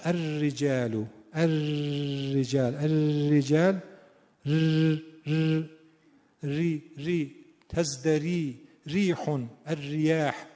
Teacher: الرجال الرجال الرجال ری ری تزدری ریحون الریاح، اینا سایشیه، یعنی یک بار زبون نمیخوره، نزدیک مخرج هوا داره با سایش رد میشه